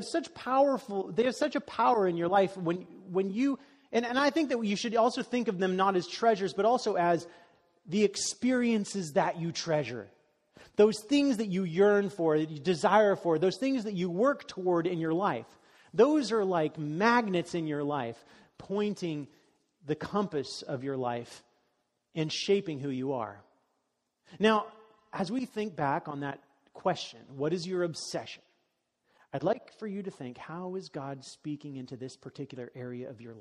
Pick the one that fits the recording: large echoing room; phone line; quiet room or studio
large echoing room